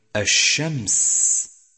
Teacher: فإن صوت الشين ينتشر في الفم ويتسع حتى يتصل بمخرج غيره من الحروف · Term: التفشي